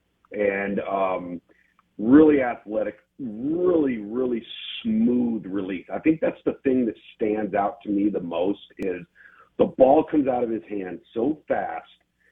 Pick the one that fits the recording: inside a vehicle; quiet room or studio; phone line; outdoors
phone line